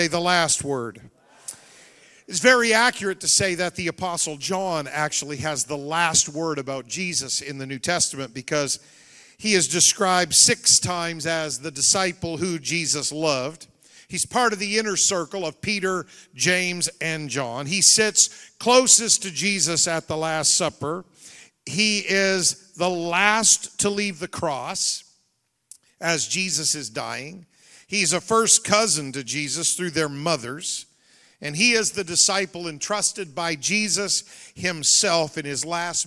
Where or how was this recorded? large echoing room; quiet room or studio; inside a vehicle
large echoing room